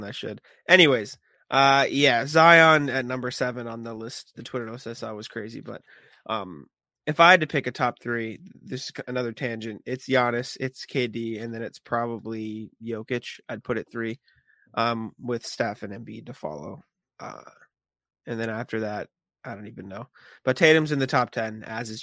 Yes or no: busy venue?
no